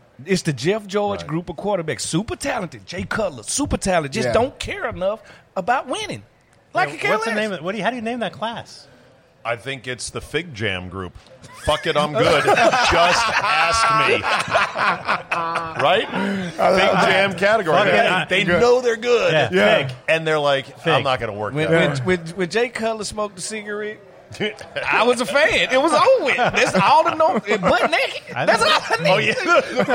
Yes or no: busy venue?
yes